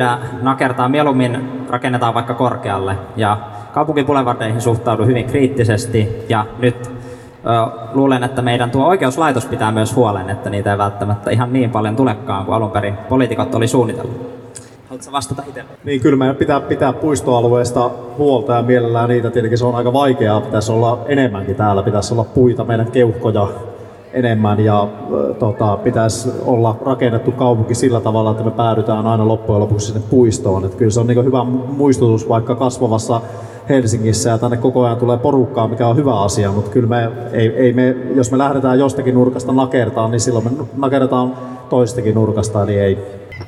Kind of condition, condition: setting, outdoors